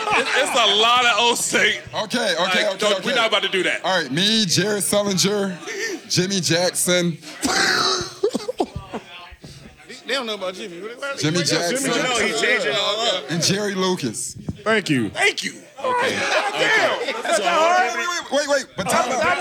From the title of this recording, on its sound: LIVE FROM OVER UNDER